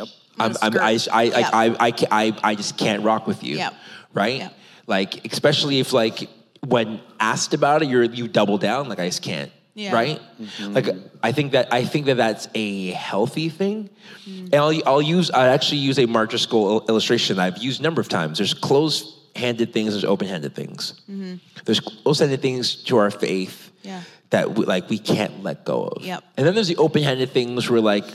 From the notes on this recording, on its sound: a special LIVE recording of There Must Be More